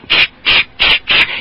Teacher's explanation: It started as an explosive sound and then slid right into the friction. Ch-ch-ch. That's an affricate.